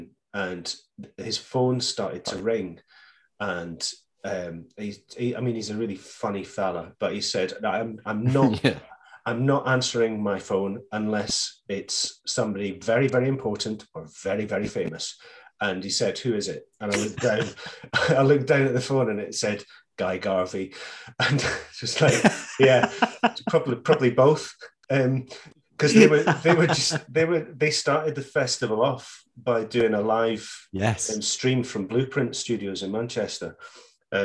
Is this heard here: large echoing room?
no